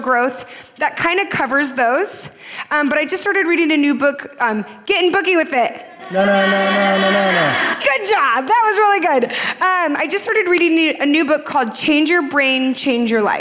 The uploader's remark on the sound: LIVE PODCAST TOUR PHOENIX